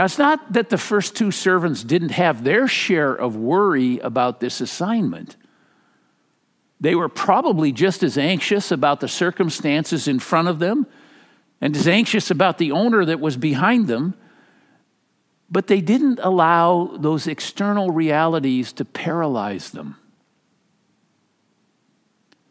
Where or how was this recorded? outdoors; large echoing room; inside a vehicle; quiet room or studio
large echoing room